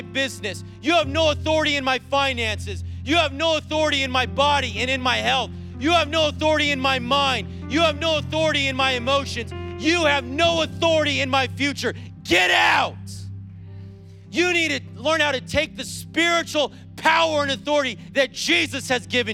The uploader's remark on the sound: preached on January 16th at the 11:30AM service